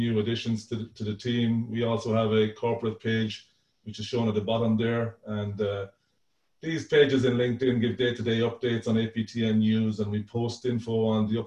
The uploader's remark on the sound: APTN Zoom Call